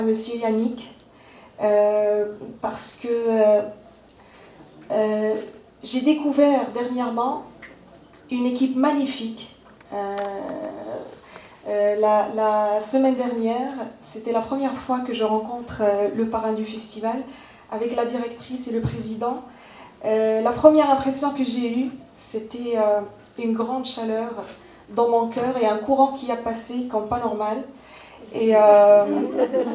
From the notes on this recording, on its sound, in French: Retrouvez ici l'enregistrement de la Conférence de Presse du 33ème Festival de Cinéma Vues D'Afrique. Ce Festival se déroulera du 14 au 23 Avril à la Cinémathèque Québecoise de Montréal.